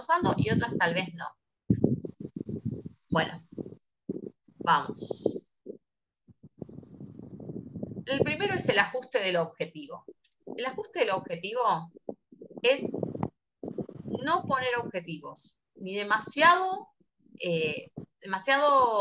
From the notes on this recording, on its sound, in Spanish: Audio de charla de zoom